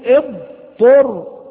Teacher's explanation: نعم، فيأمرنا ابن الجزري أن نفرق بين الطاء والضاد، وذكر لنا مثالا في كلمة اضطر، كما في قوله تعالى فمن اضطر غير باغ ولا عاد فلا إثم عليه. اضطر تبدأ بإخراج الضاد من مخرجها بأن تضع حافة لسانك مع الأضراس العليا